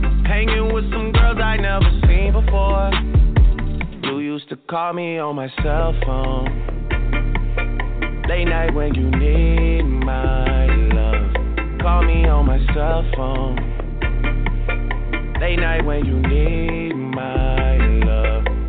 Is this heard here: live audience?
no